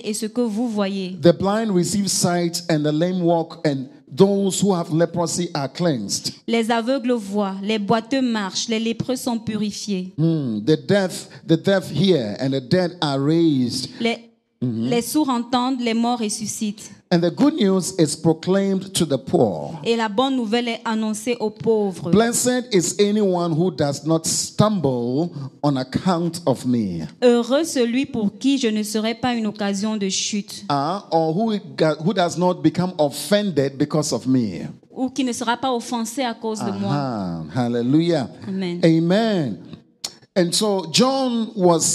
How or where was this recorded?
large echoing room